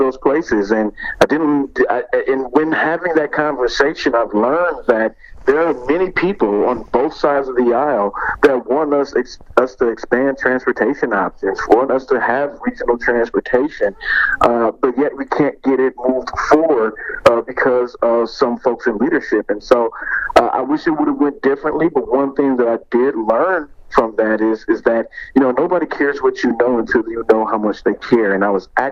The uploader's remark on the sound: The interviews were all conducted separately, all by phone, largely asking the same questions, Q&A style.